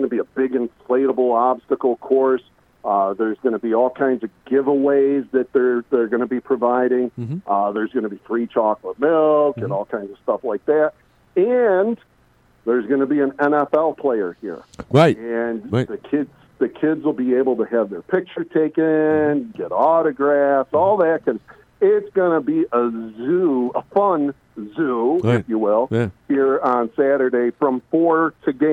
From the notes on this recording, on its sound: called in today.